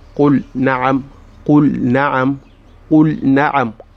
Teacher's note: What we have just discussed now is simply whenever you find a lamu sakina in a verb, whether it's past tense or in the future tense, you have to pronounce the lamu sakina with full idhar, and you pronounce it without altering, you know, the description of the lam